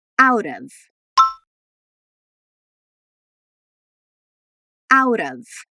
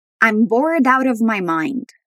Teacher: When we say out of in a sentence, we're going to link the two words and make one sound out of. It's going to sound like there's a V there.